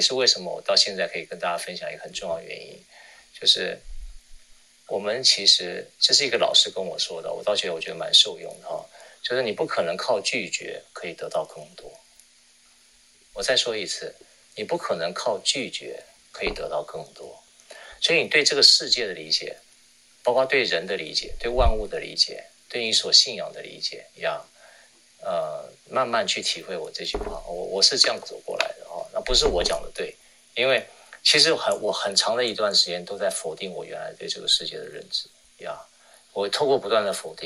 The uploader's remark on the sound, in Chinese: 於clubhouse上演說並現場錄音。現場錄音，原先只存檔用並無公開，音質上請多多包涵。